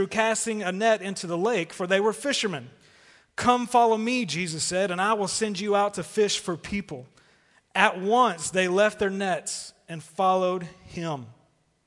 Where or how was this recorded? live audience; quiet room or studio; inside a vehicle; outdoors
live audience